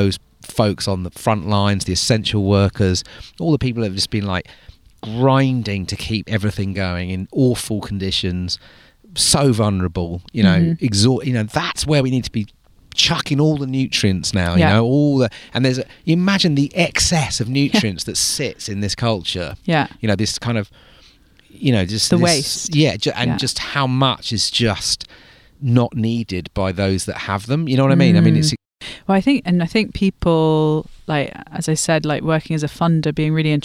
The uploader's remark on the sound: Recorded in the Devonian woods around a campfire.